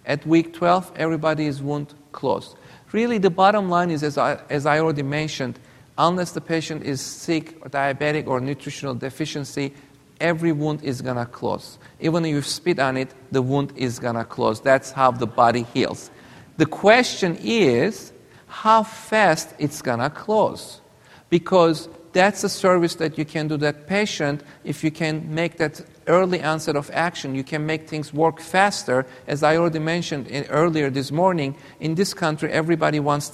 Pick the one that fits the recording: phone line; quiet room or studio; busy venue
busy venue